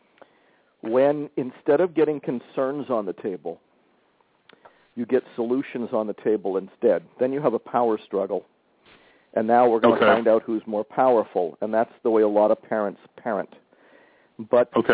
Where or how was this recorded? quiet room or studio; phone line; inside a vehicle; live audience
phone line